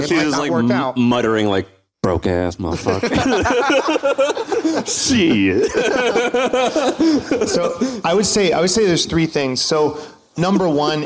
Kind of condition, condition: setting, live audience